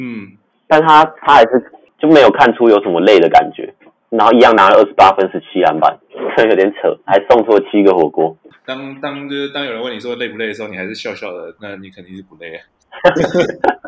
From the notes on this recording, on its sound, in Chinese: 本集為我們第一次錄製，錄音品質還沒有很好，請多多包涵。